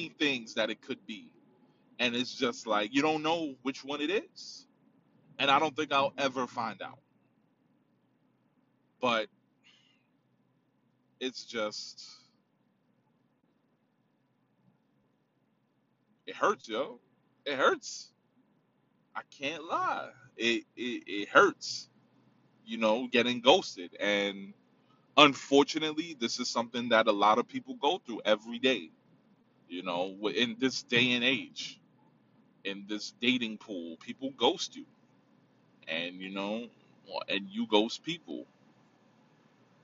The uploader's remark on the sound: In the car. Driving.